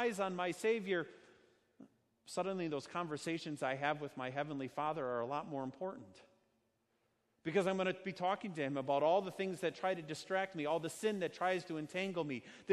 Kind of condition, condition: setting, large echoing room